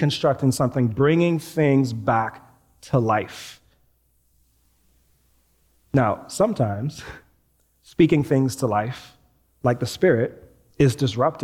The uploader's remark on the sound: Recorded live at New Providence Community Church